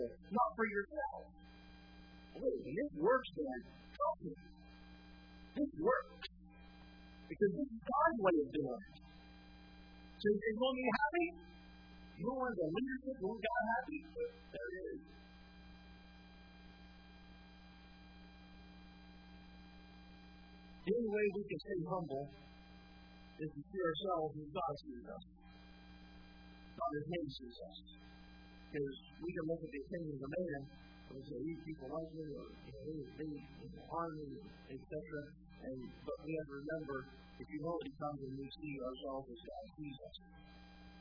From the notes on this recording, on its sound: Sermon was recorded December 09, 2018 at Northside Baptist Church of Elkhart, Indiana